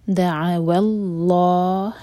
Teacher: اور ہمیشہ اللہ تعالیٰ کے نام میں جو لام ہے اس کو دو حرکہ کھینچا جاتا ہے. دعا واللہ، ہا کو ہم ہیوی نہیں ہونے دیں گے، ہا لائٹ رہے گا